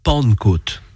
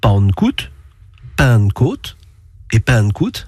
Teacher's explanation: Cela concerne la nasalisation de la syllabe initiale et la voyelle de la syllabe pénultième, l'avant-dernière. Au 11e siècle, les voyelles suivies par une consonne nasale, un N ou un M, se sont nasalisées.